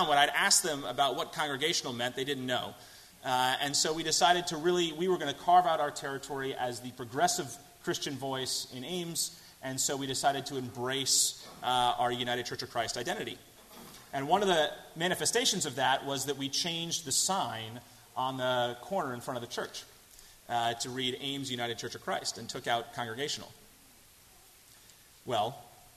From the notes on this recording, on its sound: delivered at First Congregational Church of Houston on January 29, 2017.